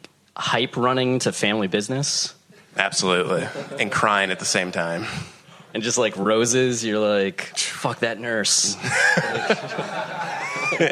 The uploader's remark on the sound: We were live on the SXSW and TuneIn Podcast Stage